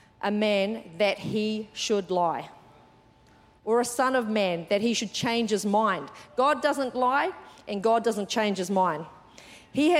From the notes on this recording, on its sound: Recorded during our 9am service on Sunday, the 7th of January 2024. C3 Powerhouse.